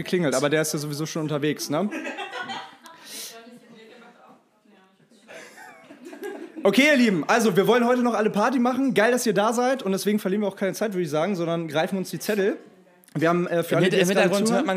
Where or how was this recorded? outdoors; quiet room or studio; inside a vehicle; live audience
live audience